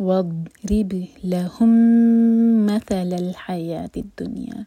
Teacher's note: لَهُم کمیم اور مَثَلَ کا میم مرج ہو رہے ہیں، ادغام متماثل ہو رہا ہے